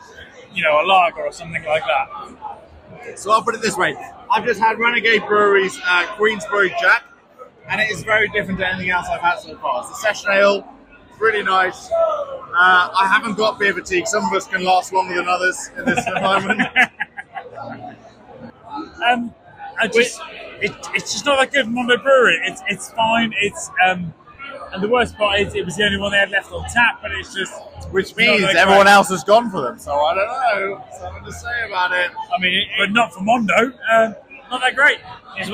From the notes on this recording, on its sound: As our annual tradition, the boys bring you to the London Craft Beer Festival, organised by We Are Beer. The boys chat with fellow beer festival enjoyers.